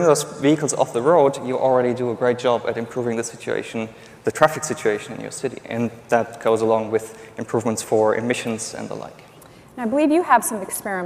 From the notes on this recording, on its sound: The best of live interviews from GreenBiz events.